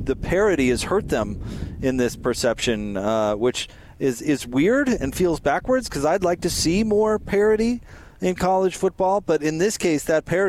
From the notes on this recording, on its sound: LIVE at Little Caesar's